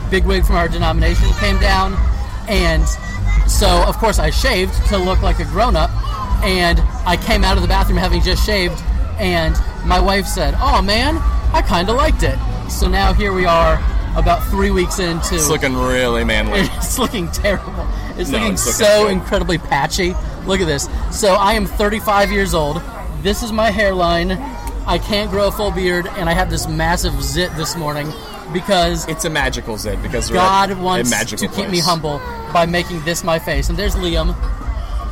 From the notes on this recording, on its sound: We were broadcasting LIVE from the happiest place on earth, Walt Disney World. Our wives and kids were with us, and we were only interrupted by fireworks one time!